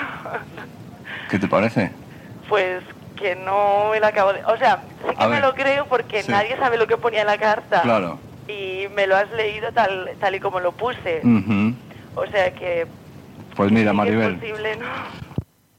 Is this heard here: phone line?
yes